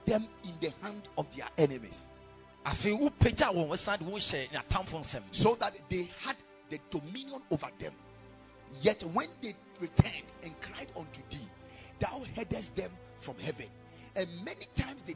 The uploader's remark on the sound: Preached at the Sunday Service.